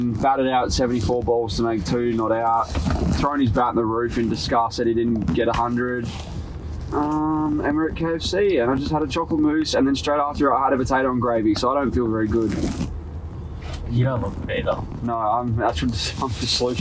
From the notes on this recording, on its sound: Stumps LIVE From KFC Carpark.